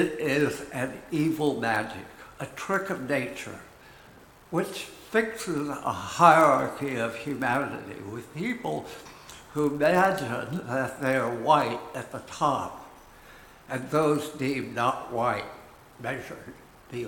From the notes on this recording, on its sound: Recorded at Auckland Unitarian Church.